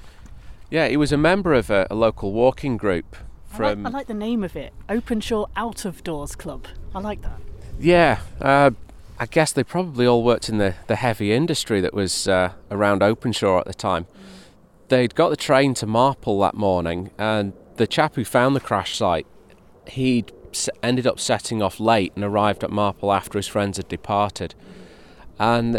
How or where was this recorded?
outdoors